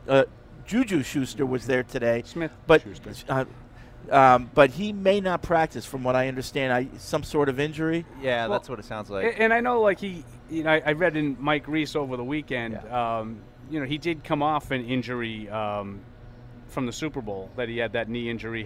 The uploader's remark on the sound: Tune-in as we broadcasted live from Patriots Mini Camp on Monday, June 12.